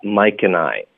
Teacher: and 呢我们就弱读成 n， Mike andcan， n 的音要顶舌尖，连读到 I Mike andI，就这么简单连读过去了。Mike and I 后面我们就有 didn't、这里我们第一要把 t 的音省略， didn't 第二个音节的这个 den 我们用一个喉音停顿，我们就发 didn't。